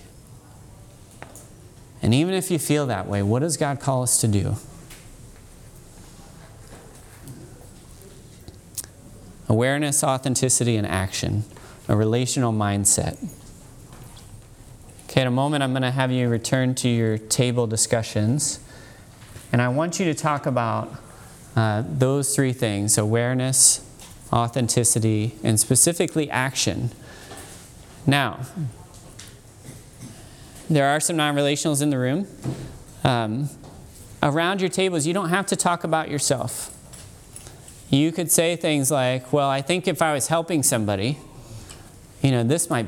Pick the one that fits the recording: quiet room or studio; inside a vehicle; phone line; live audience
live audience